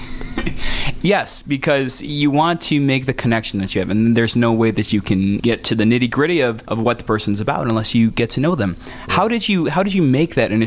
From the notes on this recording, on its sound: live from South By Southwest